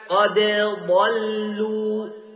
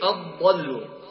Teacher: لا يوجد إدغام عند حفص بين الدال والضاد · Shown in: first take · في نحو قوله تعالى قد ضلوا.